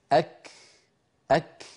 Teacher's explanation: فلذلك الكاف والتاء فيهما صفة الشدة في أولهما وهي انحباس الصوت، وفيهما صفة الهمس في آخرهما وهي جريان النفس